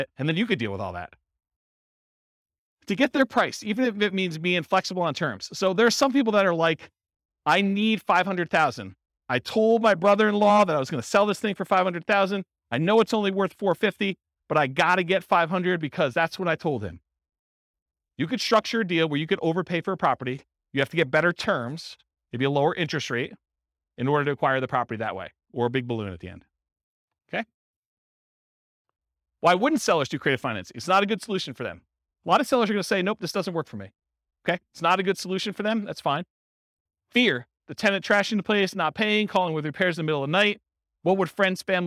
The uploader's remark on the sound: This was a live class recorded